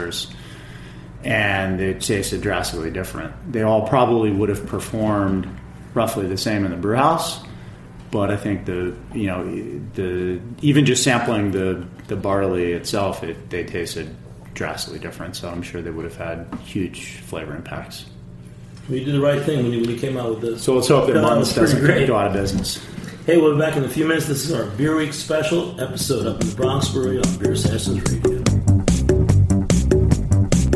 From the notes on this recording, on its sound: recorded a special off-site show in the Bronx for a celebration of NYC Beer Week